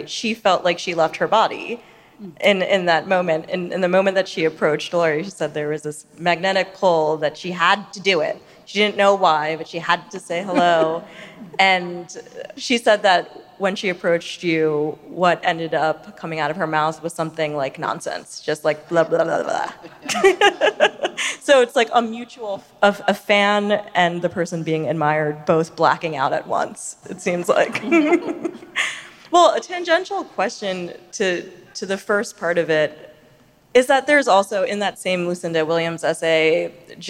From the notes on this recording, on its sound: as part of a live event recorded last year during the Chicago Humanities Festival